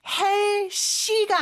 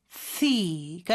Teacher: TH 발음해 주셔야 되는데 여기서는 무성음이에요 · Shown in: second take · 그래서 스처럼 발음하는 것 같은데 발음을 내뿜는 소리로 해주시고요.